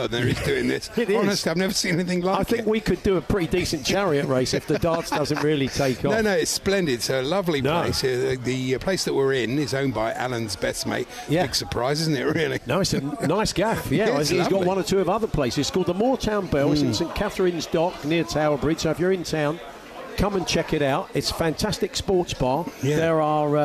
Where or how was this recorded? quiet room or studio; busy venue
busy venue